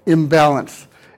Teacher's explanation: before a P or a B, an N will change to an M. That also happens before an M, so a bilabial nasal. · Term: assimilation